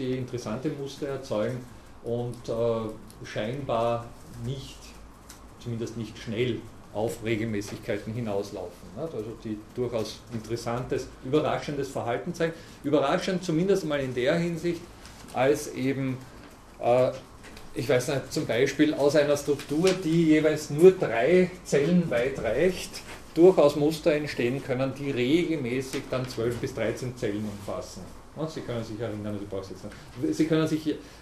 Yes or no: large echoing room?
yes